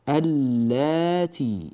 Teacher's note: يعني هكذا اللاتي، لام ولام وبعدين الألف وبعدين التاء، اللاتي. هذه اللام الأولى أدغمت في اللام الثانية وصار النطق بلام واحدة مشددة